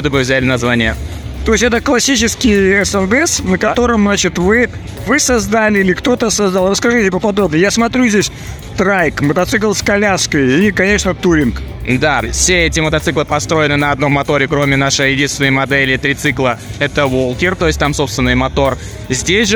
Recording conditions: busy venue